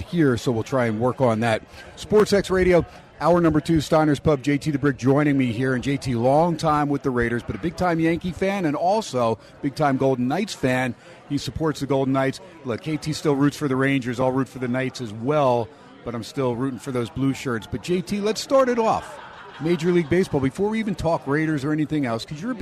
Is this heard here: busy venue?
yes